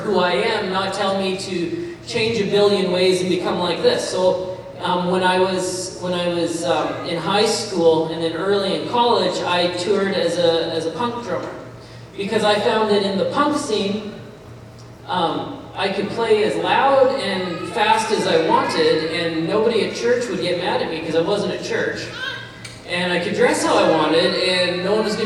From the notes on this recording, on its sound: Hey Everyone just wanted to apologize up front about the audio quality of this message. There was a recording hiccup so this audio is not up to our normal standards.